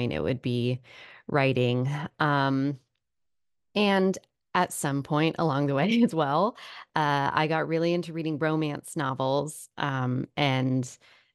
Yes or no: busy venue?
no